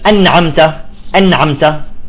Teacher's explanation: النون ساكنة، تمام، الغنة تكون ناقصة ساكنة · Term: غنة ناقصة